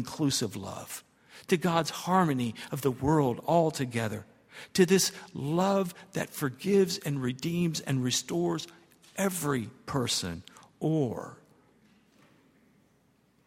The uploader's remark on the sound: at Highland Baptist Church